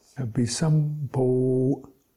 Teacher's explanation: that pausing on the consonant, sam b, gives you a nice spring into the o.